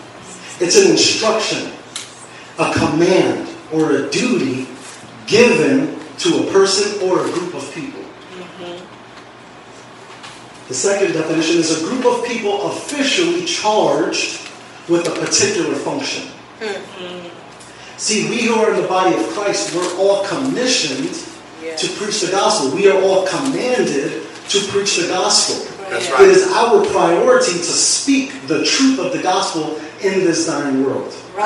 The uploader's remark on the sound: Please forgive the audio quality.